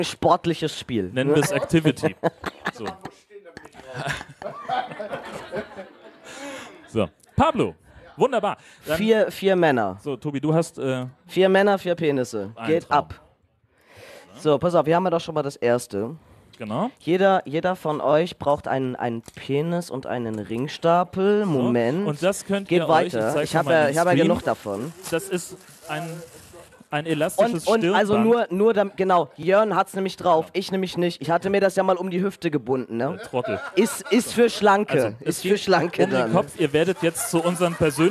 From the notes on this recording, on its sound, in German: Liveshow bei Podstock 2019. Selbstverständlich haben wir eine Live-Show abgeliefert.